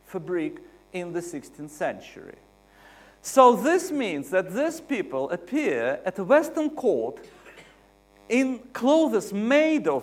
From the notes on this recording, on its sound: UCL Lunch Hour Lecture